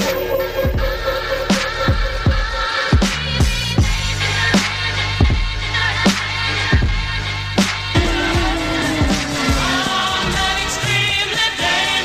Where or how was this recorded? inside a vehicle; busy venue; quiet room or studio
busy venue